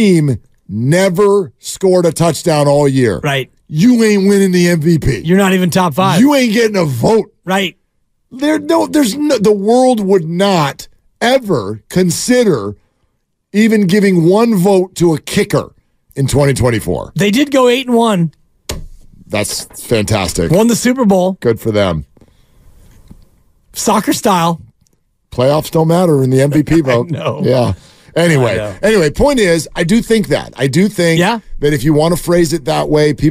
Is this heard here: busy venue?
no